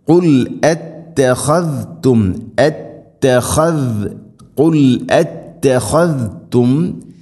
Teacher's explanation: ഖുൽ അ ക്ലിയറായിട്ട് ഹംസ വ്യക്തമായിട്ട് ഉച്ചാരണത്തിൽ കൊണ്ടുവരണം.